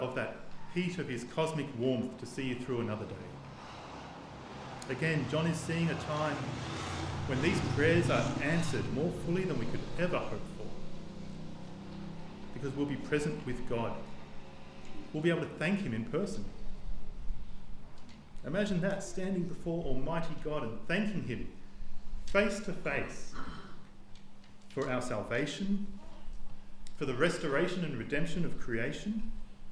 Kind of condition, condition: setting, large echoing room